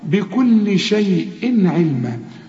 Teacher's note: والتنوين اللي بعده عين ما تغنش لأن العين من حروف الإظهار